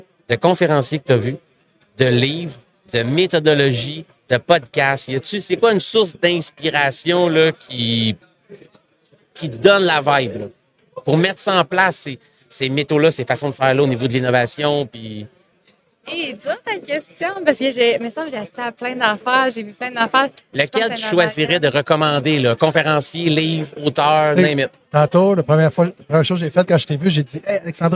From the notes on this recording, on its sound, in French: En direct du Transal Saguenay